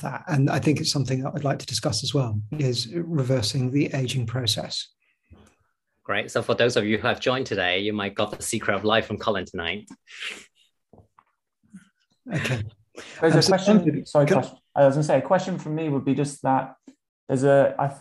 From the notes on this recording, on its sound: The webinar was recorded in July 2022.